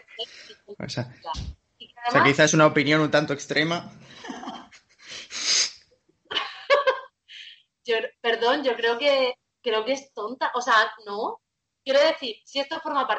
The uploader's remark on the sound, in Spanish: Está grabado como se pueden grabar las cosas con skype, y montado con amor y software libre.